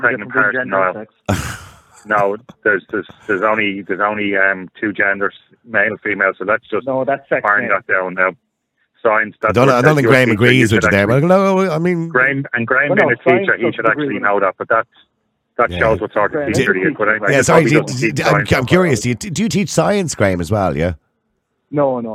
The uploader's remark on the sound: Many concerned listeners who call in to have their say.